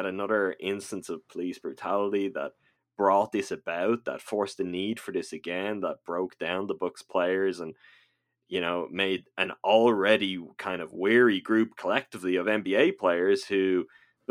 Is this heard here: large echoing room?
no